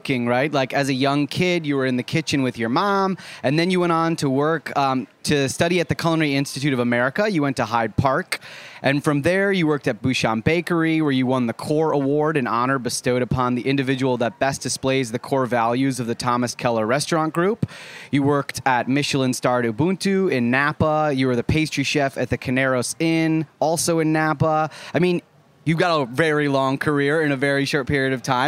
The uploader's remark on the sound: live interviews at the Culinary Village at Charleston Wine + Food